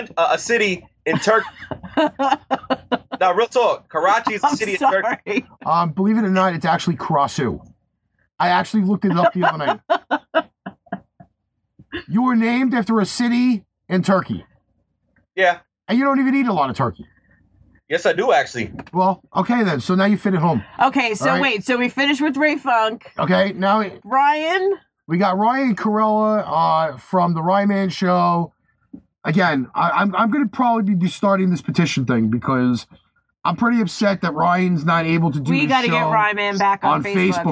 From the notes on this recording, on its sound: WITH IMPENDING BAD WEATHER; THE CREW IS SPLIT UP. THEY STILL DO THE SHOW VIA SKYPE.